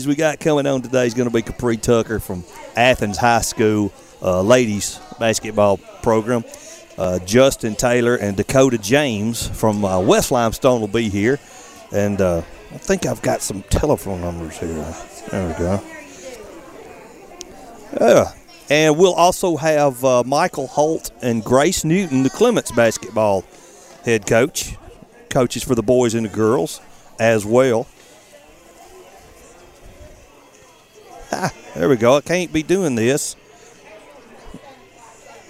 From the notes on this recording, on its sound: Live at 'Hope for Athens' at Swan Creek Park